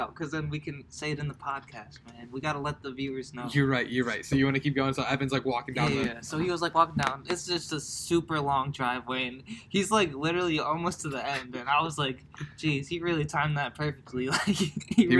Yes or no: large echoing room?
no